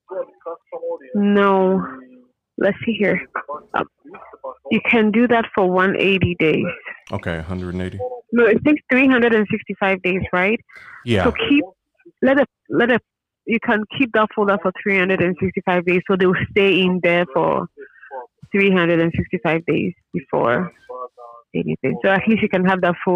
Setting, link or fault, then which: link, phone line